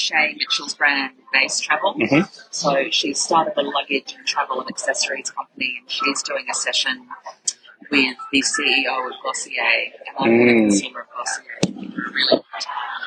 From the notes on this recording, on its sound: we had a slight technical glitch with the microphone, so apologies for the audio